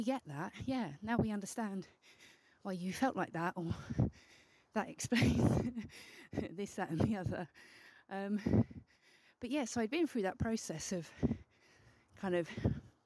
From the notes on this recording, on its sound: Hopefully the audio isn't too distracting - it was a windy walk!